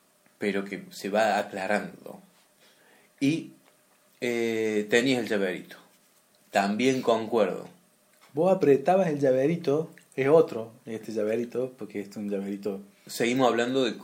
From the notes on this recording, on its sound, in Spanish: unicamente teníamos un iPhone como microfono